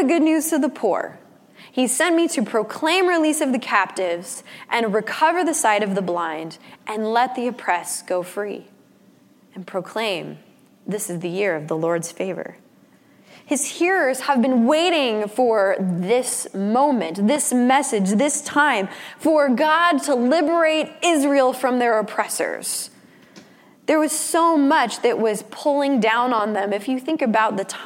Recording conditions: large echoing room